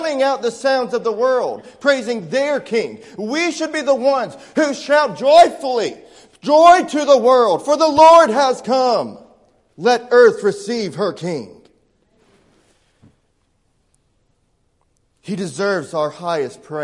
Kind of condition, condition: setting, large echoing room